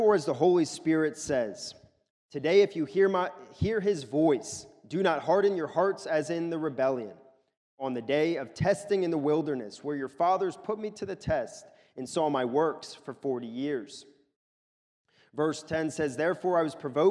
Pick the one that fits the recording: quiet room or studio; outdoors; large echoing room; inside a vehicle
large echoing room